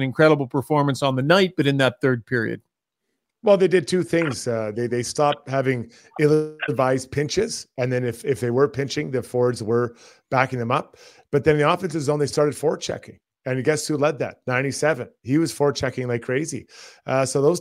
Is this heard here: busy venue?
no